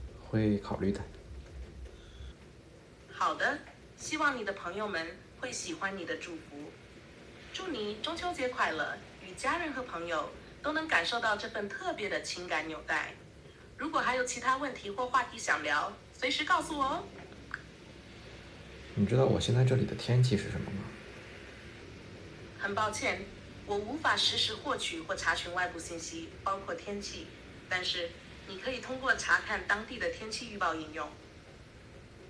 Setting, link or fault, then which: fault, background noise